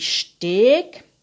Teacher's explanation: geschlossen langes E wie Steg